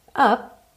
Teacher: Percebe que o P do up você não escuta, porque você não diz up, up, tá?